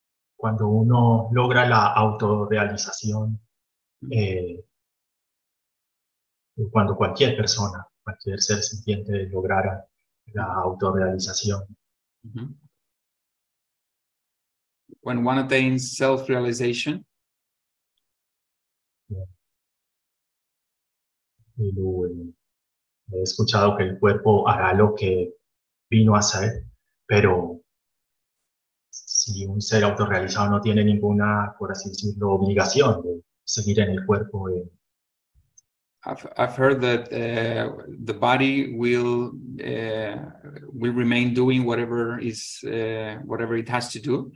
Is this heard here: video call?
yes